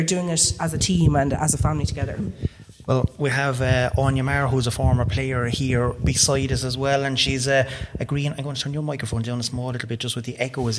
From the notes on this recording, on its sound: We are live from Dicksboro GAA for a special preview show for the AIB Leinster Senior Club Championship Final.